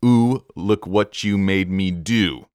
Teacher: We have a really strong emphasis on that syllable ooh. First as the word ooh, and then as the word do.